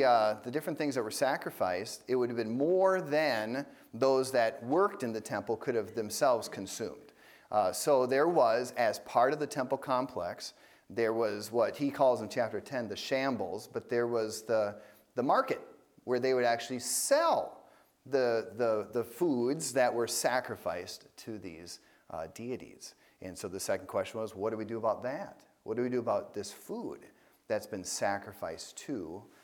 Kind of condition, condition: setting, large echoing room